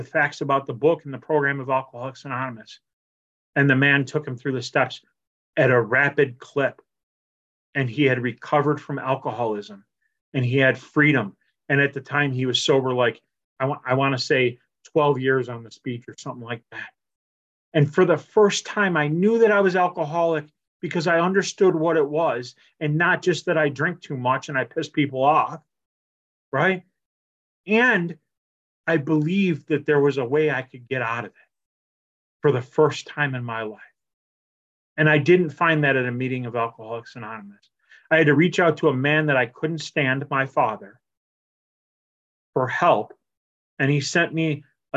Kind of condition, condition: link, video call